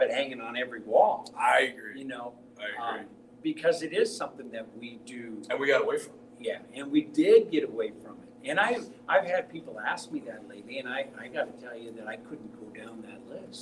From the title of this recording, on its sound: LIVE FROM THE NORTH DAKOTA COWBOY HALL OF FAME